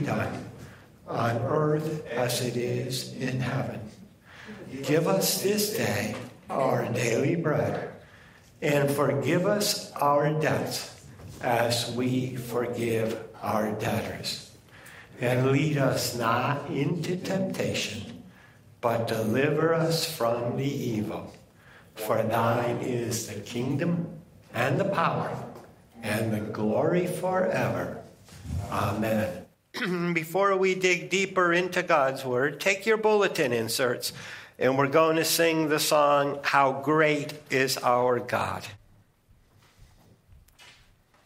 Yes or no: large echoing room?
yes